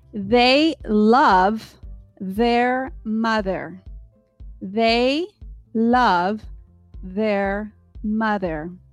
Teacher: So, in order to properly pronounce the TH sound, the tongue must come out and vibrate against your front teeth as you roll it